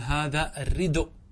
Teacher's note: نقلنا الضمة التي كانت على الهمزة، نقلناها إلى الدال، فصارت الردء.